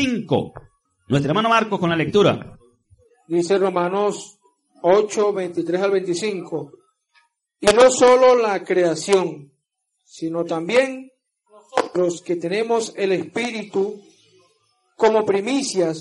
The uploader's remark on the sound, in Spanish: Transmitido en vivo desde la Asamblea de Yahweh Nazarena "Casa de Restauración" para la comunidad vecina y a través de la emisora.